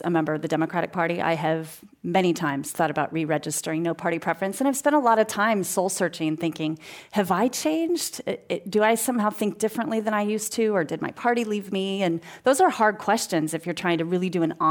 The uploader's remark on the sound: This program was recorded in front of a live audience at The Commonwealth Club in San Francisco on February 6th, 2019.